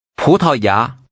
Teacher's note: That's three rising tones. Say Portuguese or Portugal.